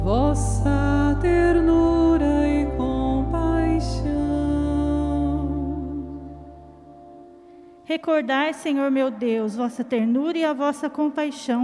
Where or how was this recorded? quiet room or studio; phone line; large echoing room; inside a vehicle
large echoing room